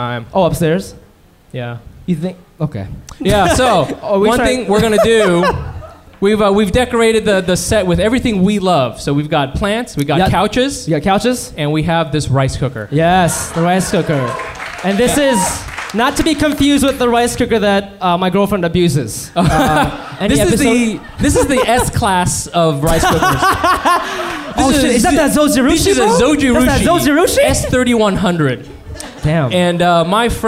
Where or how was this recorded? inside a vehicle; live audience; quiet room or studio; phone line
live audience